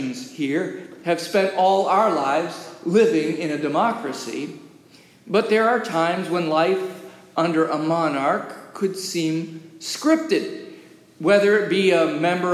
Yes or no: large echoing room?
yes